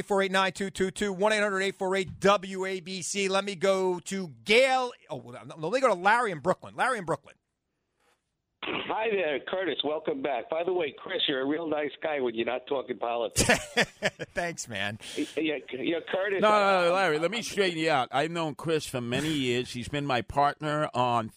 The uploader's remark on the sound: open up the phones for anything and everything